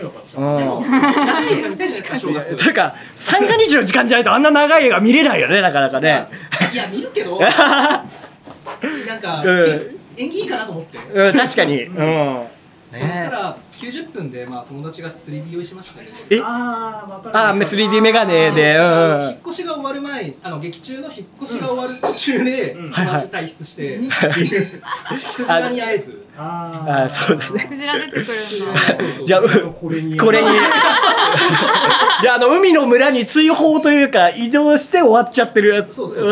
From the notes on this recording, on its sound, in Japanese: 公開収録。